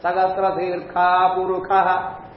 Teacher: दूसरा है शकार से स्थाने खगार, शकार मूर्धन्य शकार है, उसके स्थान में कंठ स्थानीय जो महाप्राण है खगार, उसका पाठ है।